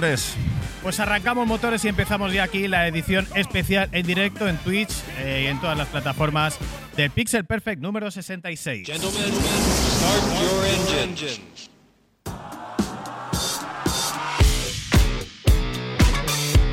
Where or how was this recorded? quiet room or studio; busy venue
busy venue